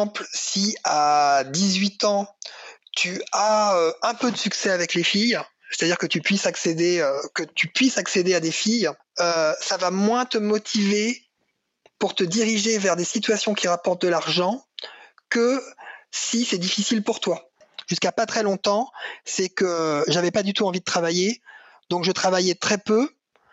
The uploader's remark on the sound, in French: Cet épisode a été réalisé le 27 mars 2020 en visioconférence.